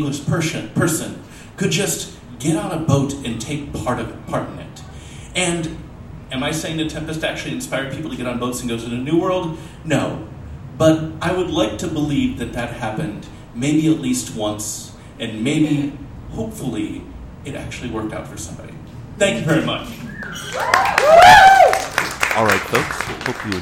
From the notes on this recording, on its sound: This episode was recorded live at The Steep and Thorny Way to Heaven , a Portland art space.